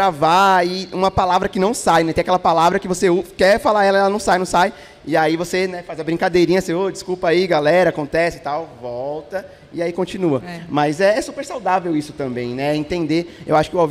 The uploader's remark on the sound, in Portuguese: AO VIVO. Esse episódio do podcast foi gravado durante o Festival CultCom, que tem o apoio do Sesc Campo Limpo.